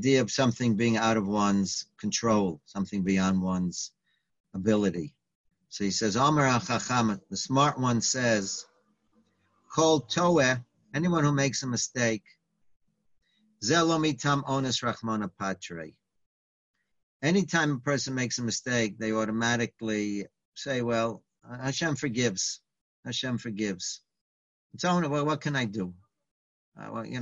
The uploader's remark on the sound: Live On Zoom